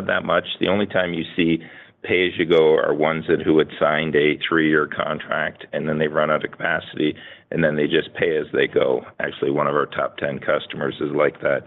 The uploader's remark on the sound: Q3 FY24 Snowflake Earnings Conference Call.